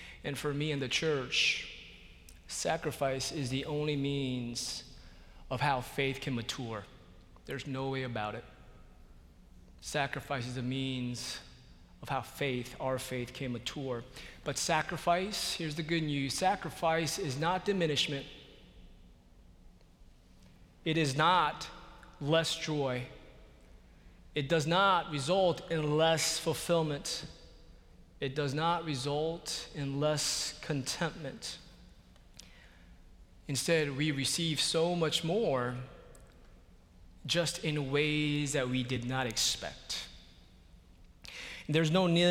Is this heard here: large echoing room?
yes